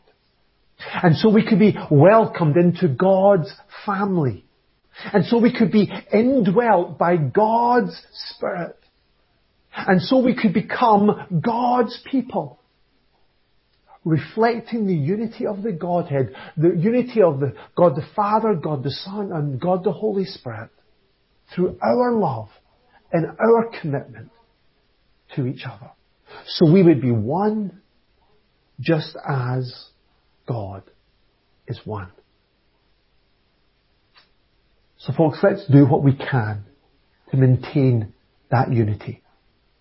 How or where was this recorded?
large echoing room